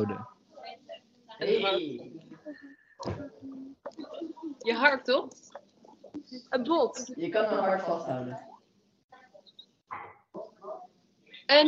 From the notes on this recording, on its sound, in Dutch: het slechte geluid